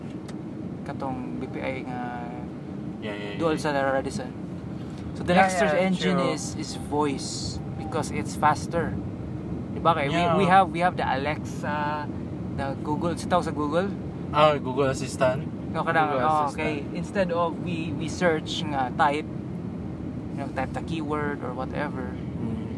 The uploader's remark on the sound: Content Creator talks in a car #3 (Carcast).